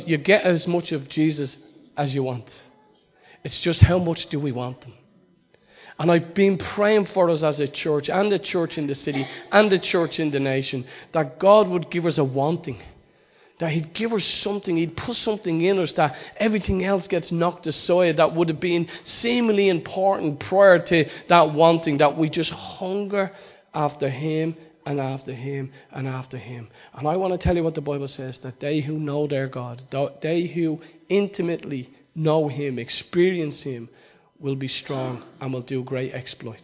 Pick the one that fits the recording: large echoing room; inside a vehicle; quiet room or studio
large echoing room